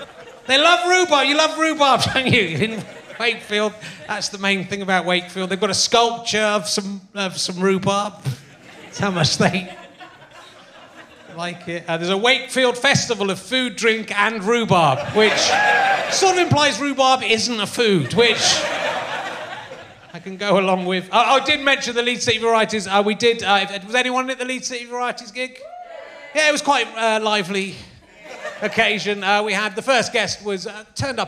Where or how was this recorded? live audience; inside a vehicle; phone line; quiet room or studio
live audience